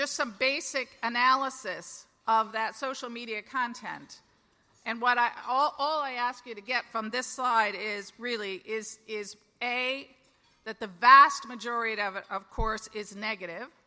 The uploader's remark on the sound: LIVE at the Annual Conference